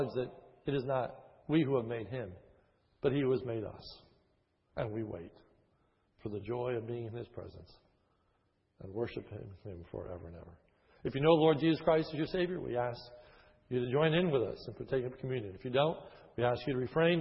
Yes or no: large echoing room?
yes